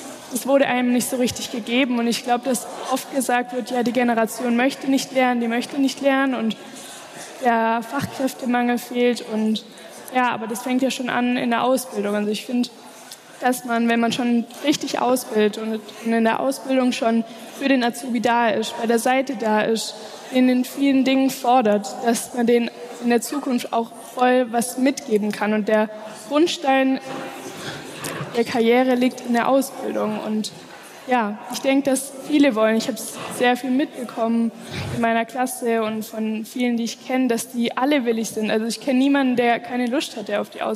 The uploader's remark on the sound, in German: LIVE aus Erfurt von der Styl Com